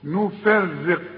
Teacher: الراء دي مكسورة، كل راء مكسورة رقق